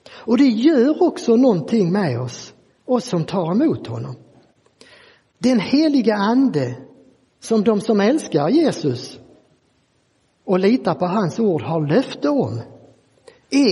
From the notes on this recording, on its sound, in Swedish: Inspelad i Roseniuskyrkan den 14 maj 2023.